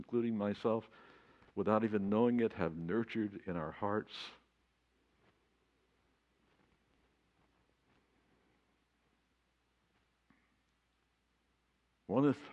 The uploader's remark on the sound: This recording is from the 8:30am worship service.